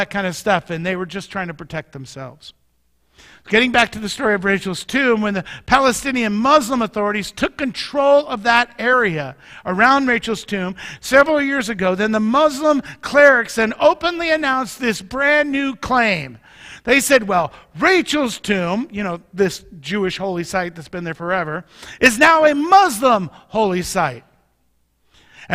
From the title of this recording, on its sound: Mt. Zion Church Live!